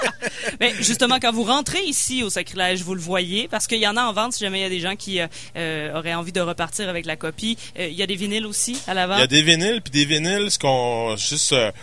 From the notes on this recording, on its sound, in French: Lors de l'émission Jamais comme tout le monde sur les ondes de CKRL 89,1, en direct du bar Le Sacrilège.